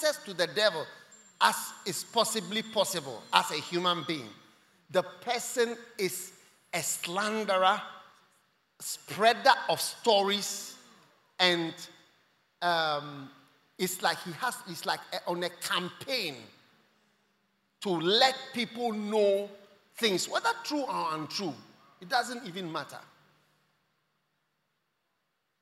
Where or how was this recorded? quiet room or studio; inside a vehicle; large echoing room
large echoing room